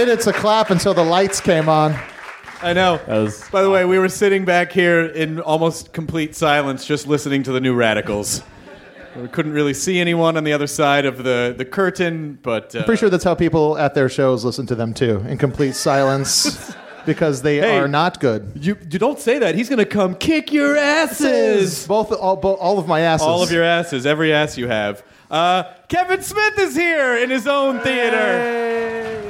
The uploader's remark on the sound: TOTAL PODMASH as we recorded at the Smodcastle.